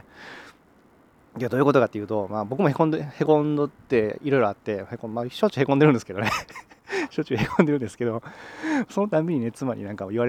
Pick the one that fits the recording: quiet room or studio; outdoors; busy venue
outdoors